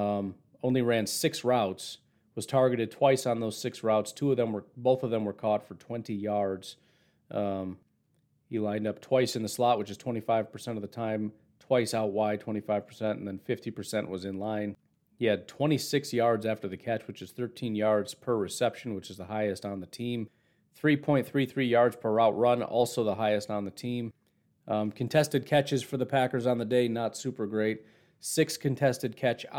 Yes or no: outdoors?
no